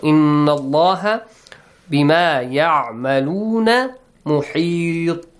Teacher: When you stop here, the تنوين on طا changes to سكون، and you must apply the rule قلقلا. Pronounce it with an echoing sound.